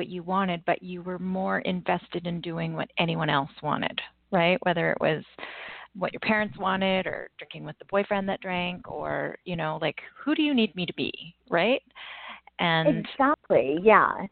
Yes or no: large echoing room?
no